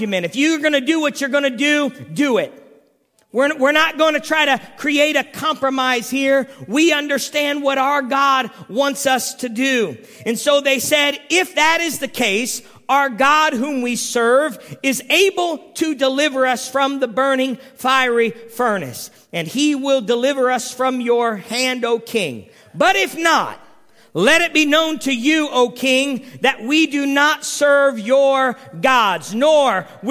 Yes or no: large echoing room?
yes